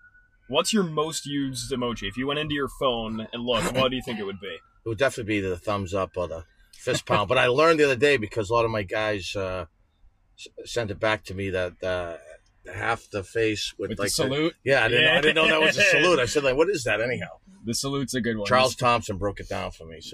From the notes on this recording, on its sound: Coach in the Car Segment. "Coach in the Car", talking shop in the back seat of our whip.